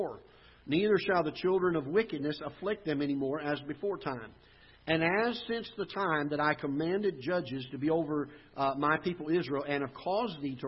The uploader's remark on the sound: Ketha Heights Baptist Church ~ Live Broadcast